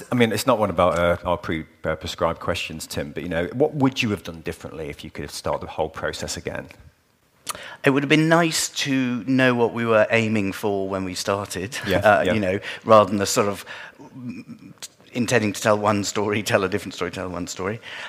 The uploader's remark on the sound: a stand alone episode we recorded 'live' from this year's FMX conference in Stuttgart, Germany.